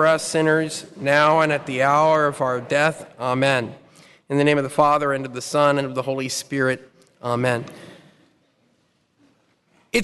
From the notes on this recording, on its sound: Talk Five presented at the Fullness of Truth Conference